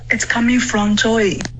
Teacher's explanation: Joey,这个发成 joy,就是没有一个 a,然后也没有一个 we